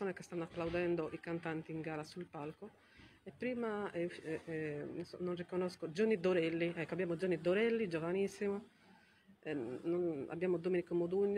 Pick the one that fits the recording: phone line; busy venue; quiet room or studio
busy venue